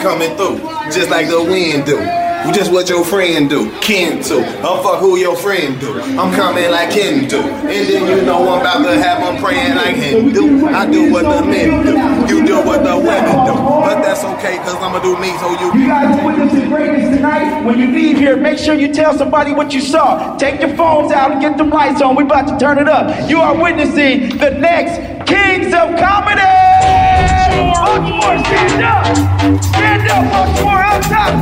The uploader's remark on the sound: It's live improv comedy with the coldest live band in the game recorded live at the Modell Lyric theater in Baltimore.